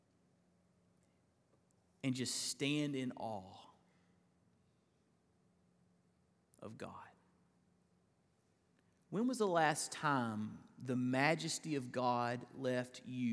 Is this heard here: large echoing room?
yes